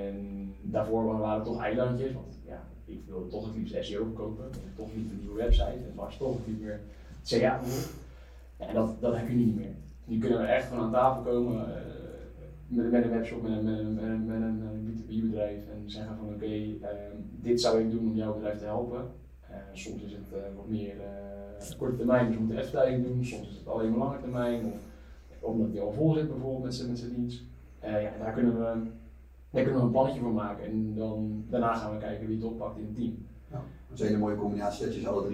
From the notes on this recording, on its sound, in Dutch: Helaas is er iets niet goed gegaan met de audio. Vandaar de lagere kwaliteit dan dat je van ons gewent bent.